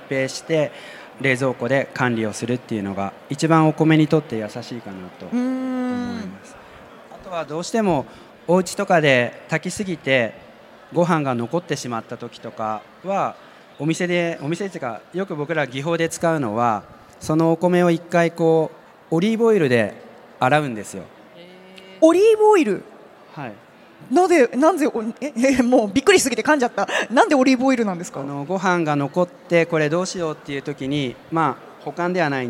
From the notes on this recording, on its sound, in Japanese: CRAFT SAKE WEEK 2023 at ROPPONGI HILLSにて公開収録。